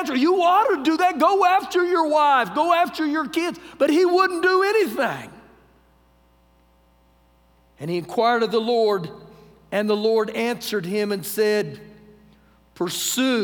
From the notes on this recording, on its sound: Recorded live during our Wednesday night service